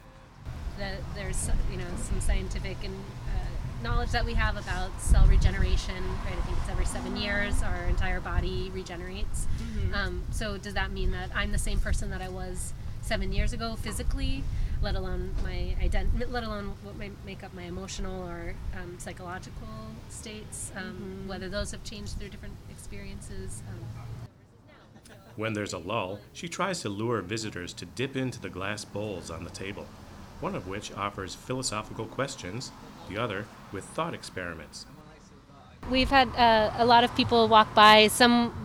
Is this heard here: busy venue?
yes